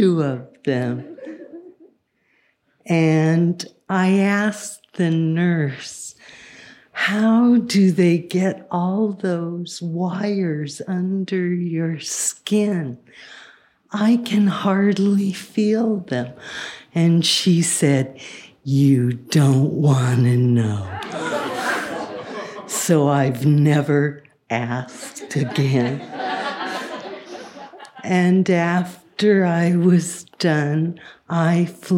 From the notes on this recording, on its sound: this story was recorded at Buntport Theater in November 2017